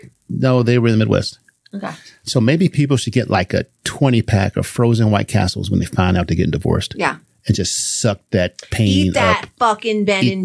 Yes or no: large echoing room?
no